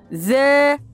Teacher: ذال حرف لثوي مرقق